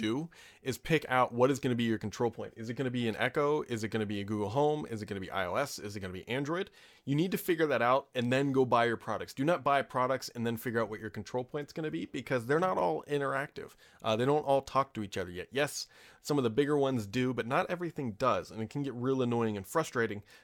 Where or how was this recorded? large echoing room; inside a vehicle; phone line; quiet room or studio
quiet room or studio